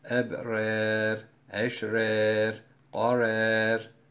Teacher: Ebrar, eşrar, karar kelimelerini ebrer, eşrer, karer şeklinde ya'ya meylettirerek okur. · Term: imale